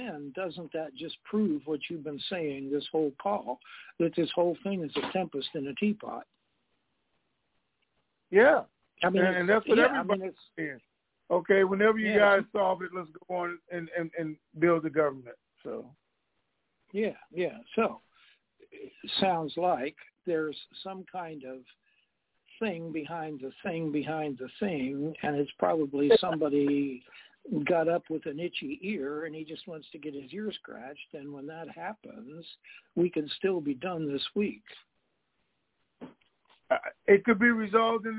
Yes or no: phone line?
yes